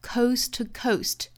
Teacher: coast 后面的 t 音省略